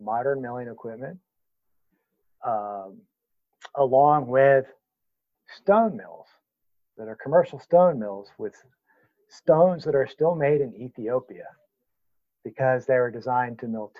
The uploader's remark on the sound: Interview recorded over the web on May 12, 2020.